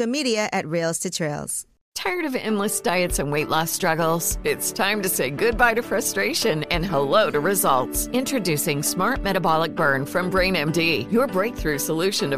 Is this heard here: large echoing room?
no